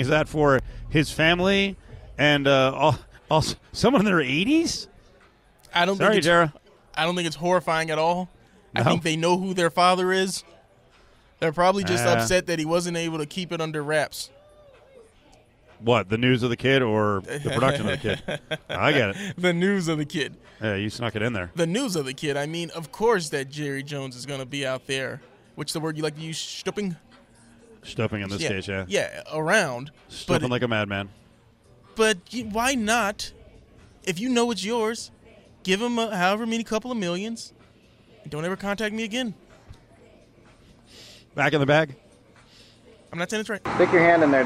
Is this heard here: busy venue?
yes